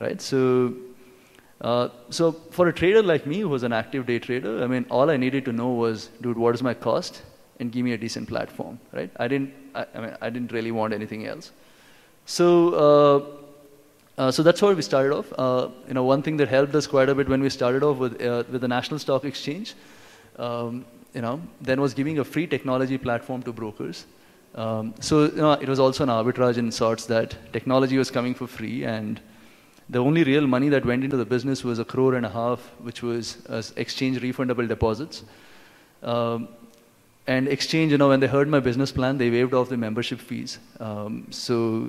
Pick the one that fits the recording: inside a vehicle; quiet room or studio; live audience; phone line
live audience